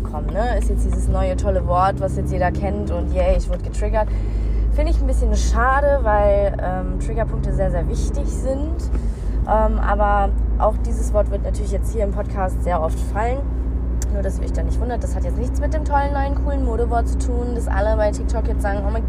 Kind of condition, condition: setting, inside a vehicle